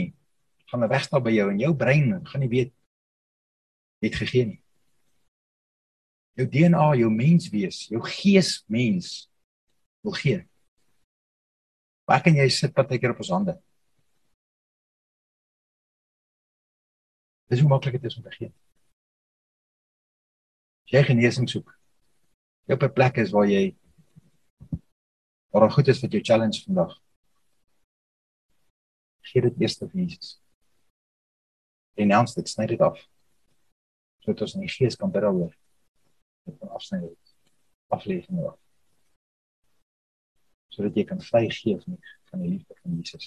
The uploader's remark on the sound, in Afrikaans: Zoom Byeenkoms 17 Mei 2022